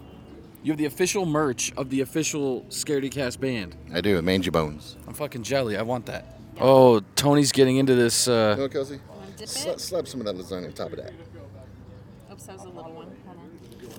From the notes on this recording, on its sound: Scaredycast spent the day at Midsommar Night's Scream Part 2! An event hosted by Spooky Shops at Main Stage in Cottonwood, AZ featuring spooky vendors, live music, and more!